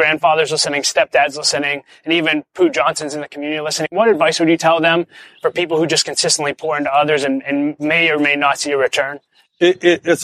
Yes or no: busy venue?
yes